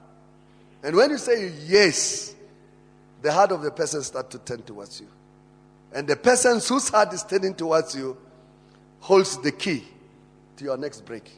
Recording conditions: large echoing room